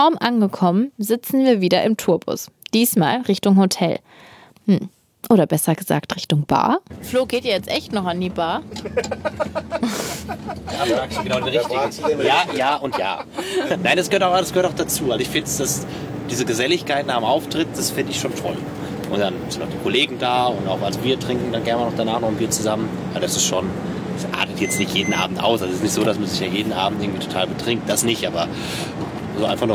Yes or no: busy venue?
yes